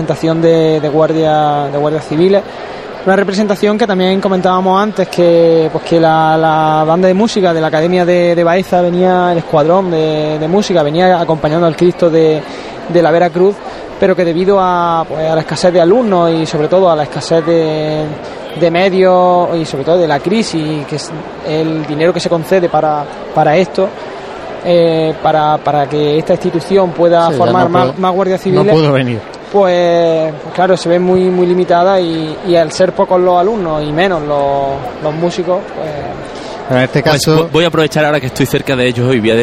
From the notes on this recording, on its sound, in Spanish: Sonidos del paso de Jesús Preso a su paso por la calle Chinchilla.